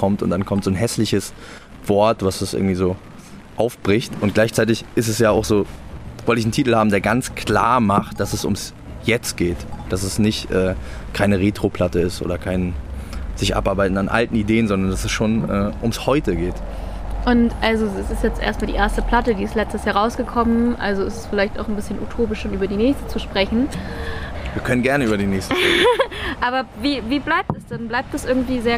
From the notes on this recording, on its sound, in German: auf dem Hanse Song Festival interviewt.